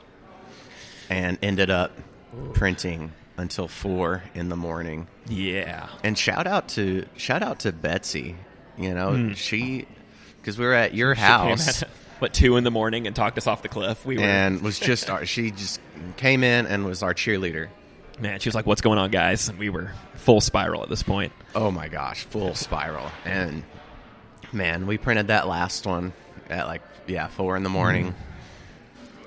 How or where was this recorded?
busy venue